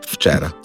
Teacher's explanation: Zgodi se premena po zvenečnosti, če vpliva na V in je F